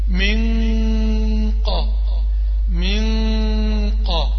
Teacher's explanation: نون مظهرة لكن لسان طرف اللسان لم يلمس أصول الثنايا العليا طرف اللسان عندي لم يصعد لأصول الثنايا العليا أو اللثة العليا ولم يلمسها لكن أنا أطبقت بآخر اللسان في مخرج القاف في مخرج القاف